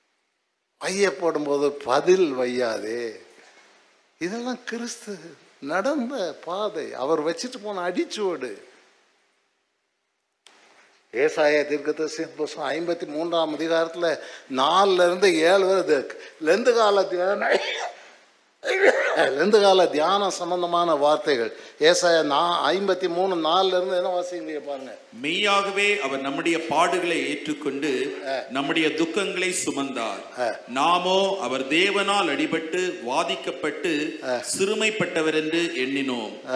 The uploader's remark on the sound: Sunday First Service Sermon Live